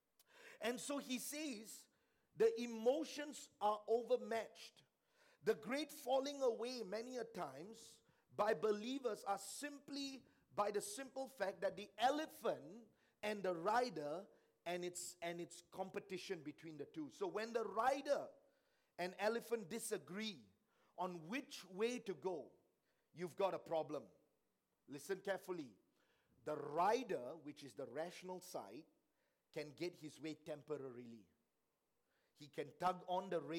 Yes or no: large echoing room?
yes